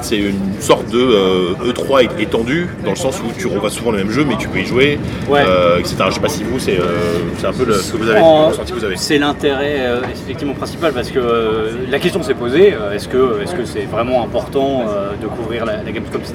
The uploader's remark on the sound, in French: Pré-Gamescom 2018 (enregistré dans le train).